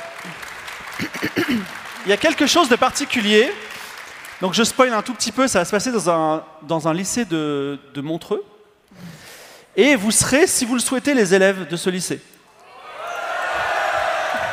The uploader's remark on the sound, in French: L’équipe Game of Rôles est reçu par Polymanga pour faire, en public